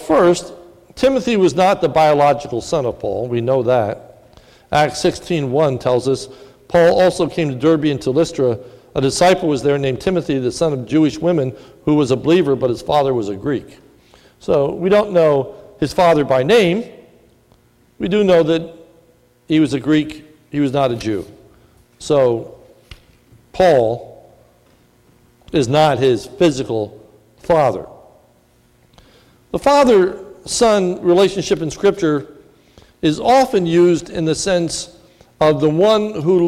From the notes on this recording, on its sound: This is a sermon recorded at the Lebanon Bible Fellowship Church in Lebanon, PA.